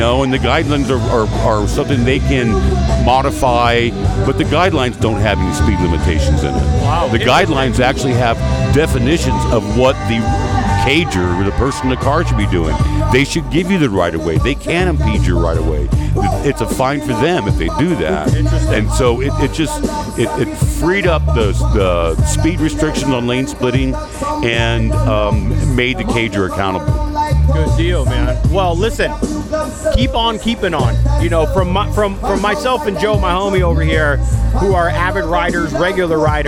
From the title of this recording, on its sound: Live from SoCal Bike Drags